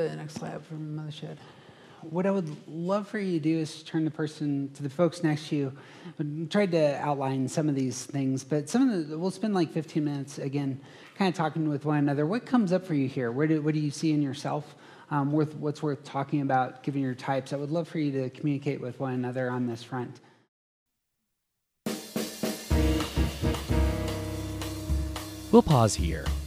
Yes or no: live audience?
yes